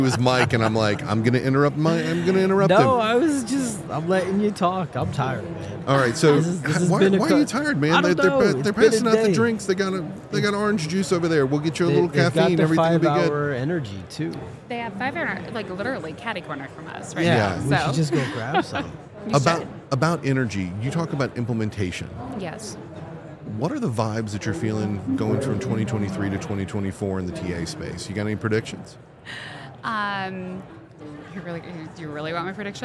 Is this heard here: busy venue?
yes